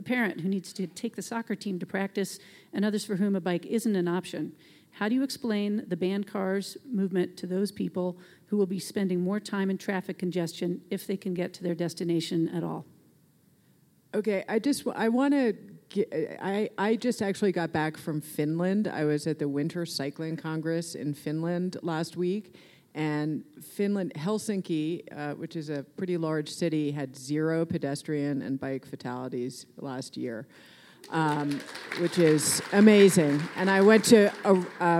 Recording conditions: live audience